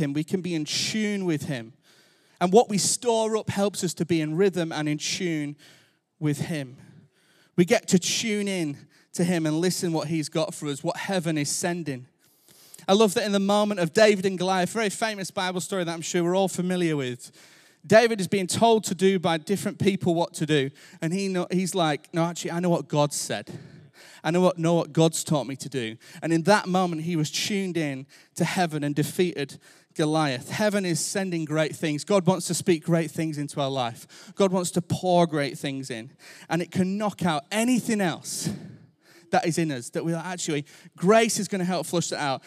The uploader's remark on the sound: Recorded Live at Life Church Lancashire